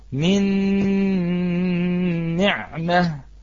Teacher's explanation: هو يأتي بشدة ناقصة، أي لا يدخل على الحرف بقوة